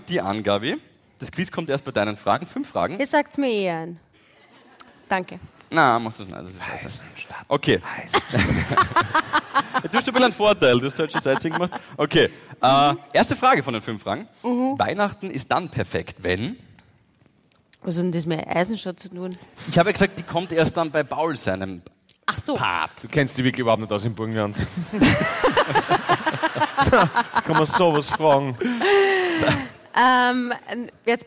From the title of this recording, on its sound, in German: Hawi D'Ehre LIVE - Eisenstadt